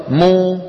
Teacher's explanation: والمضموم يخرج بتباعد الشفتين ولكن بانضمامهما كهيئتهما عند نطق الواو مو، فهما عملان.